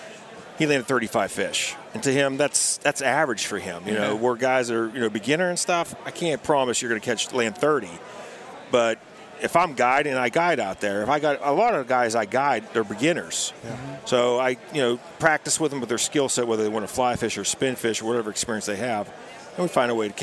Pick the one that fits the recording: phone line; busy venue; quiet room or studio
busy venue